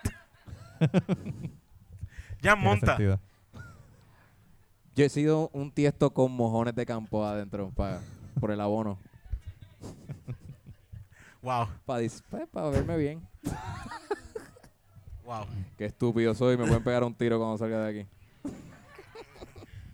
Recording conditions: busy venue